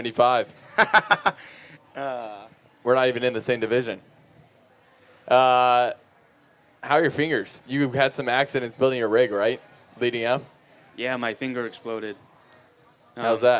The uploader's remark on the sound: TYR Wodaplooza Gameday // Sunday // Shut Up & Scribble LIVE From MIAMI